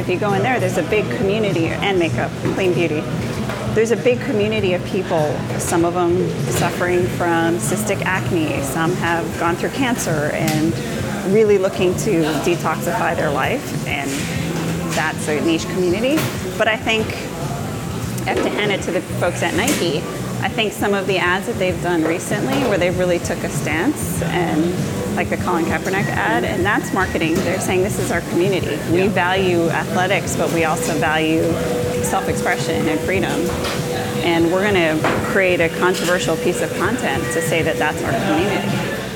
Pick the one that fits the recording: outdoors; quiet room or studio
outdoors